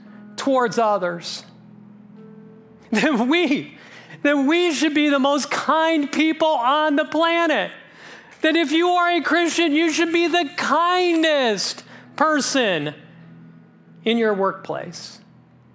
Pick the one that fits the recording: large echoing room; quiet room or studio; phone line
large echoing room